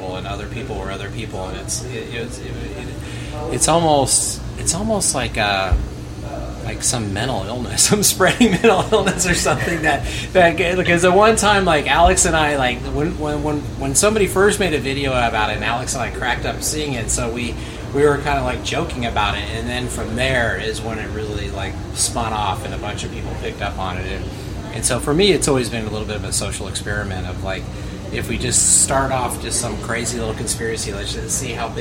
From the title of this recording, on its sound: LIVE FROM HITMAN COFFEESHOP